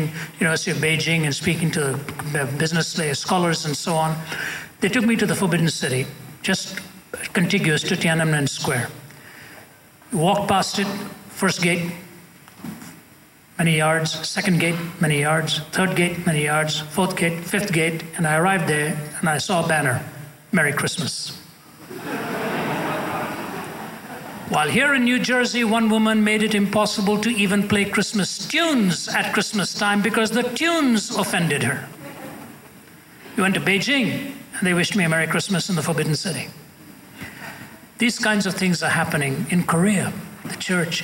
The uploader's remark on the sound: Q & A Vol. IV Columbia University. At a Q&A session at Columbia University.